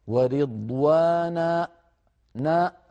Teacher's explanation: أنا تعمدت أن أقفل الوترين · Term: الهمزة